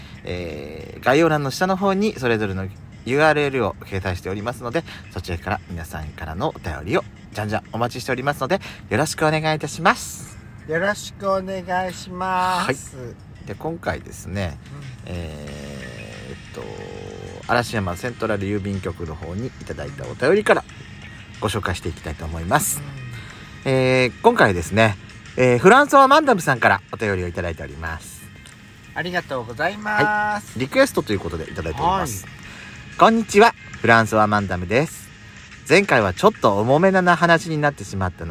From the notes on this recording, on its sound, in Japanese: パーキング収録